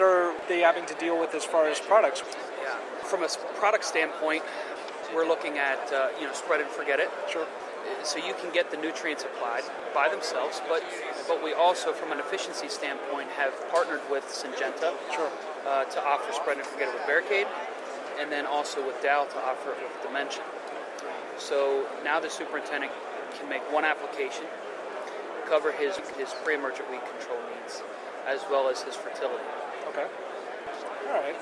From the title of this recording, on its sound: Live from GIS '13